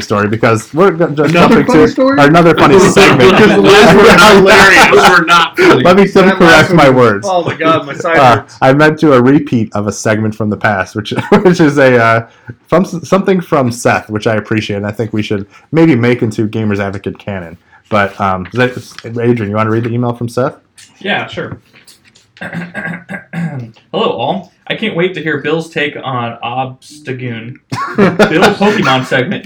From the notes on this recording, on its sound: I am so sorry for the audio quality this week. It was all my fault.